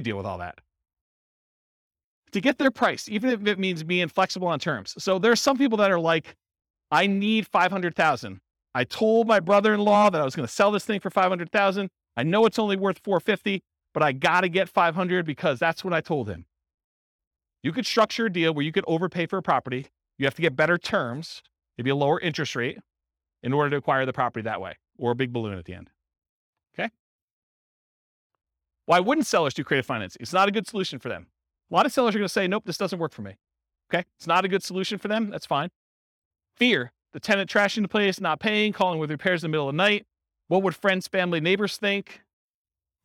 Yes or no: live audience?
yes